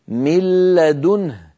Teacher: ولا يبقى من النون شيء، لا ذاتها ولا غنتها، لا جزءها اللساني ولا جزءها الخيشومي · Term: بغير غنة